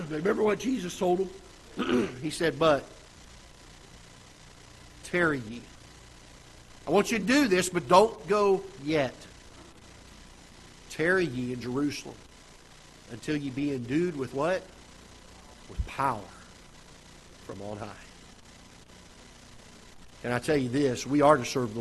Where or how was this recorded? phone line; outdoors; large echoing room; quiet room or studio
large echoing room